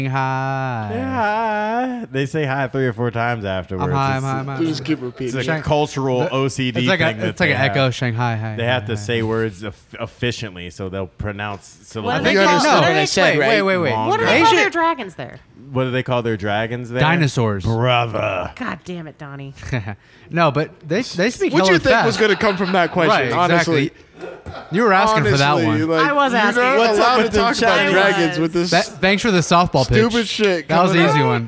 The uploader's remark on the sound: Recorded at West Coast Tattoo Parlor in Las Vegas, NV.